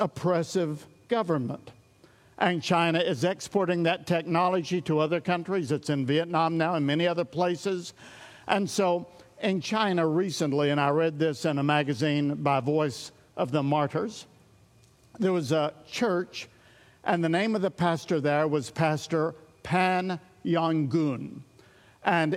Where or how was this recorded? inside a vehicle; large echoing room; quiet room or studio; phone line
large echoing room